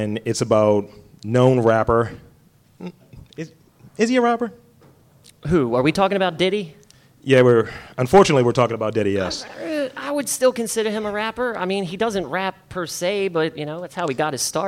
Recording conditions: live audience